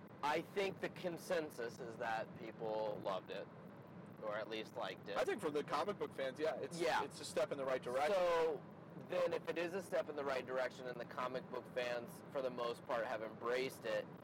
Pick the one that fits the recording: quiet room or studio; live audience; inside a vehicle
inside a vehicle